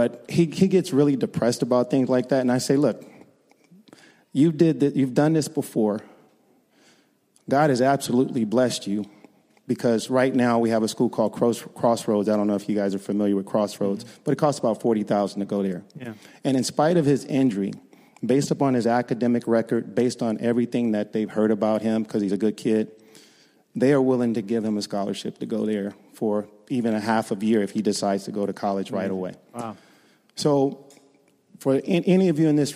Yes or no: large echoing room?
yes